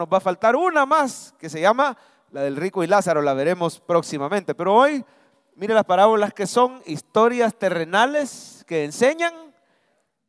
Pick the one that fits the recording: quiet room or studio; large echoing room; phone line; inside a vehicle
large echoing room